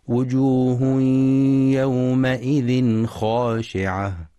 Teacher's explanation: وينتبه القارئ لإدغام التنوين في الياء بغنة في وجوه يومئذ، ولإظهار التنوين إظهارا حلقيا في يومئذ خاشعة لوقوع الخاء بعده، مع مراعاة فتح الميم في يومئذ وتفخيم الخاء في خاشعة.